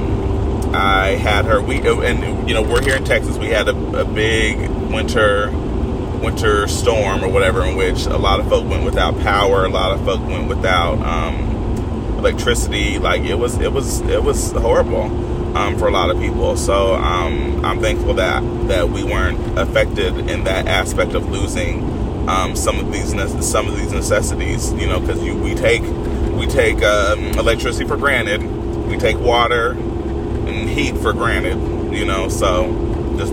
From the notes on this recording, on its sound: This series is for when I’m on the go and have my most raw thoughts as I’m driving and thinking. Now I don’t have to apologize for the extra but I can say that this episode is clear and good.